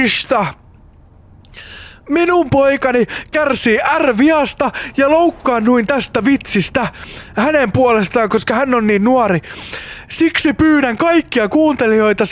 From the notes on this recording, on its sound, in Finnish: Mikä olisikaan parempi tapa kuluttaa tappavan tylsä automatka kuin nauhoittaa yksi jakso podcastia?